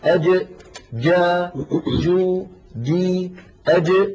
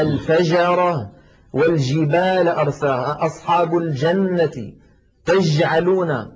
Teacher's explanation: هذه جيم عامية وليست فصيحة، مخرجها صحيح ولكن فاتها صفة من صفات الجيم الفصيحة وهي انحباس الصوت أي صفة الشدة · Shown in: second take